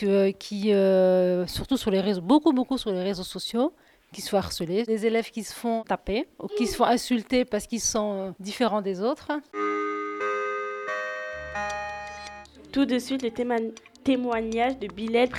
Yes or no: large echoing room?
no